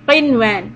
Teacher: We don't merge the noon to the waw.